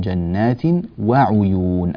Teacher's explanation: العين مضمومة، لا نقول وعيون ونكسر العين